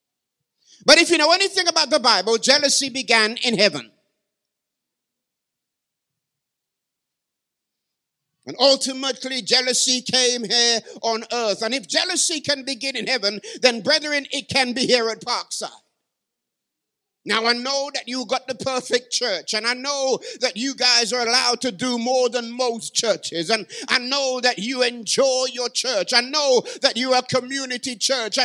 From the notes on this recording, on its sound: Live from Parkside Community SDA Church 2023.